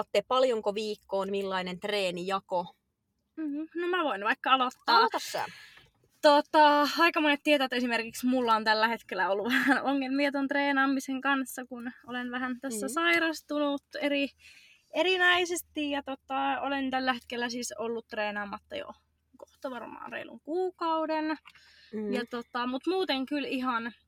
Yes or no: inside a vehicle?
yes